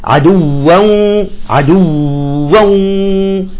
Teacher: لاحظتم الواو الأولى بدون غنة الثانية بالغنة · Term: إدغام بغنة